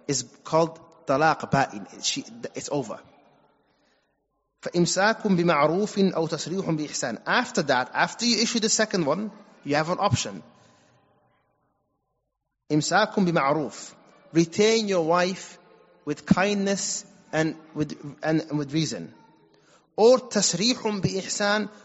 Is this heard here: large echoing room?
yes